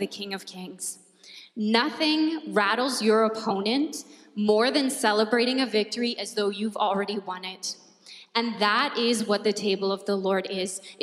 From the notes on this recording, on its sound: At our Edmonton Gathering in December 2022 at Gateway Alliance Church